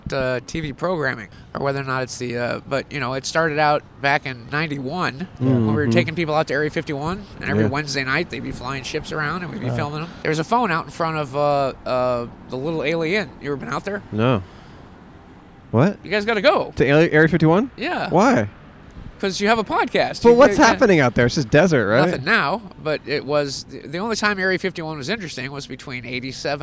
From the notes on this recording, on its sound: Outside AlienCon. Recorded 3/5/23 at the Pasadena Convention Center in California.